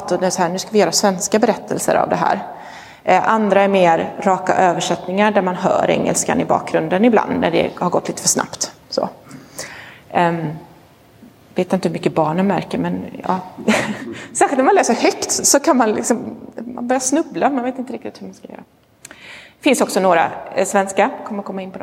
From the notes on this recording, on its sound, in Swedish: Inspelad i Roseniuskyrkan den 23 oktober 2022.